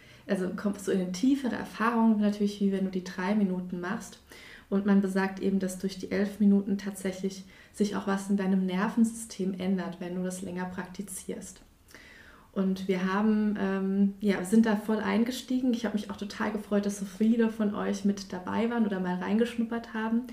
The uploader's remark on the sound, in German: Mitschnitt eines Insta Live